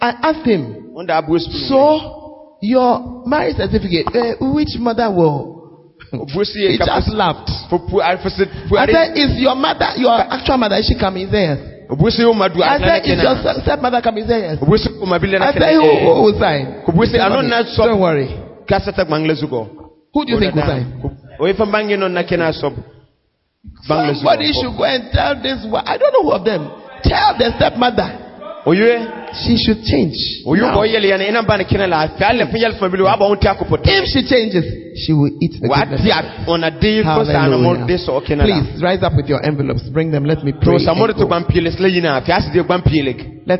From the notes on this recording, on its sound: Convention Day 3. Preached at LCI Jesus the Truth Cathedral, Bawku.